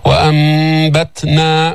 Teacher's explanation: عنا نون ساكنة بس ما لفظنا النون، نون ساكنة بعدها باء، فقلبت هذه النون الساكنة ميما عند الباء، لأن الميم بتشارك الباء، الميم مثل الباء في المخرج من الشفتين، والميم حرف أغن فيه غنة، كمان النون من حروف الغنة يعني حرف أغن، فحسن الإقلاب، فقلبنا هذه النون الساكنة ميما عند الباء بدون تشديد.